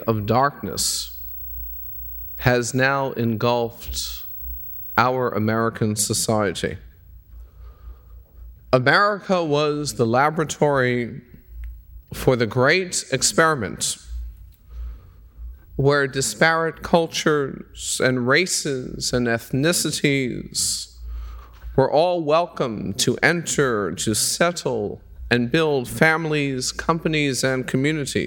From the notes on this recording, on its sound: The conversation was recorded on April 8, 1992 at New York's 92nd Street Y.